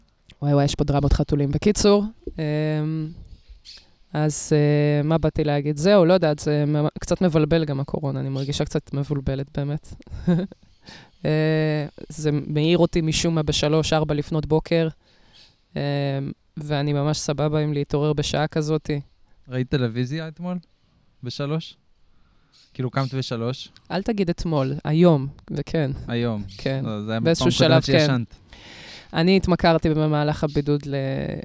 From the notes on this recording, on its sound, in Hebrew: לכבוד המאורע, הפרק הוקלט בחוץ.